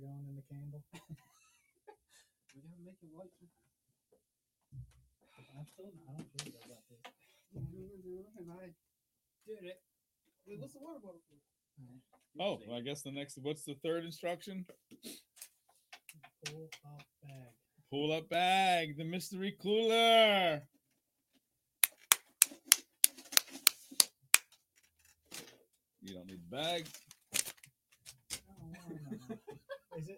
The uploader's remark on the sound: The Mystery Cooler strikes, but we screwed up the audio.